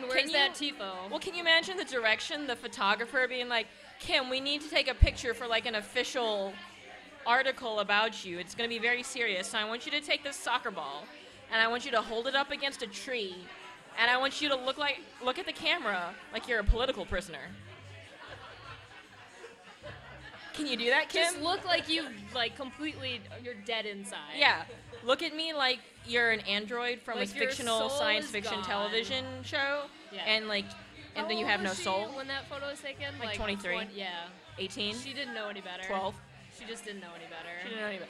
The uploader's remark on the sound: A special episode recorded the night before the NWSL championship, live at Kells!